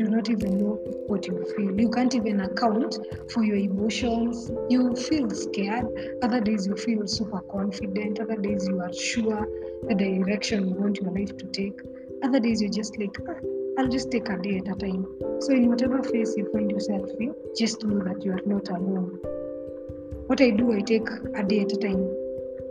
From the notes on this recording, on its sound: I am working on resolving the background noise issue